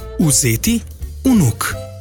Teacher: zlasti pri počasnem govorjenju, govorimo tudi U